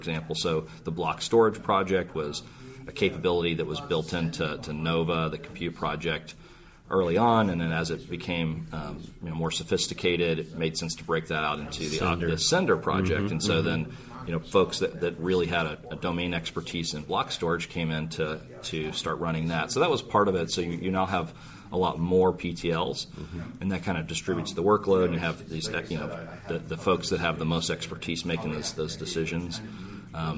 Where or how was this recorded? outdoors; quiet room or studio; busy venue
busy venue